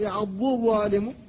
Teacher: فالضاد لسانية من حافة اللسان، والضاء من رأس اللسان ورؤوس الثنايا العليا